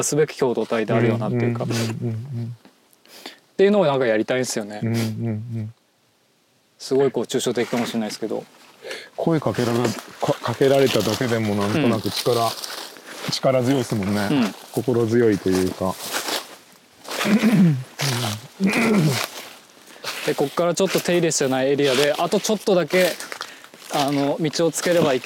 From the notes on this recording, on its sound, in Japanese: 森の中を歩きながらおしゃべりしました。気持ち良い秋晴れの森の中。